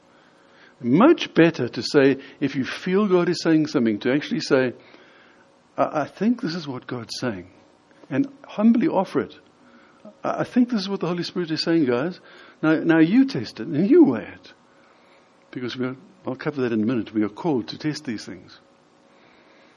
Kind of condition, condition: setting, large echoing room